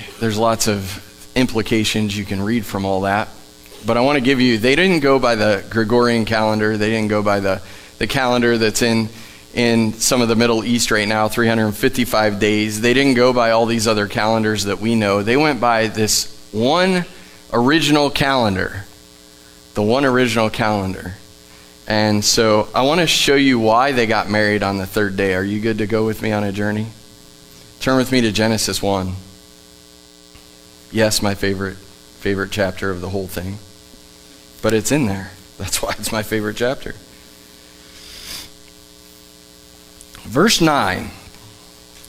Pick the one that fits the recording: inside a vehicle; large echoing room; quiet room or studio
large echoing room